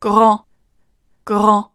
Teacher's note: 以浊辅音 g 为主，迅速地带出小舌音 g · IPA: [grɑ̃]